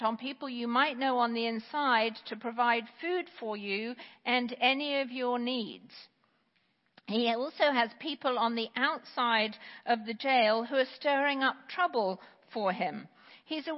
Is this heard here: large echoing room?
yes